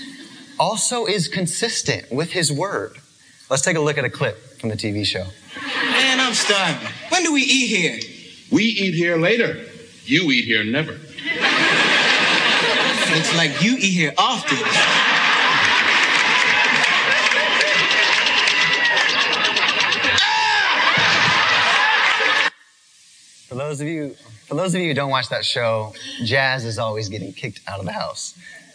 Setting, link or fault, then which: setting, live audience